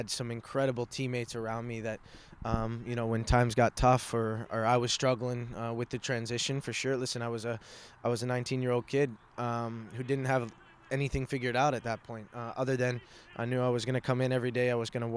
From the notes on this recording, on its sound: Live From The Combine.